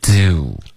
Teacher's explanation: 注意这个嘴唇的滑动，开头它是放松的，结尾它是嘟起来的